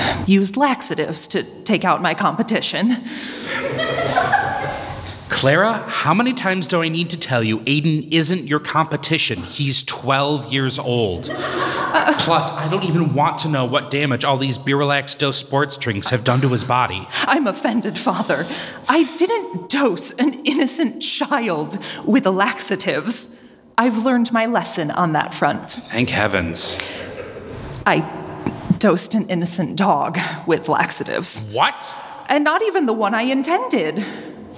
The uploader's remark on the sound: LIVE SHOW!